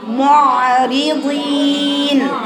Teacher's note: الضاد فيها اطباق، فيها استعلاء، بس مكسوره، بيبان ايضا كسر، لكن بيبقى لانه الاول بناتي، علشان كده بقول لك عدم اتمام الكسر وعدم اظهار صفاتها، تحولها الى حرف اخر قد يكون الدال.